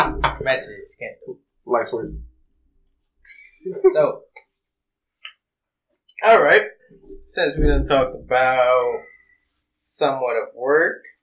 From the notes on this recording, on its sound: We would like to apologize for the quality. We had some technical difficulties.